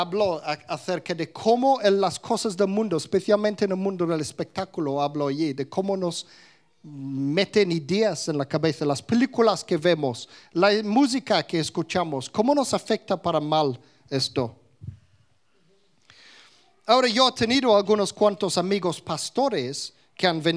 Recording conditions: live audience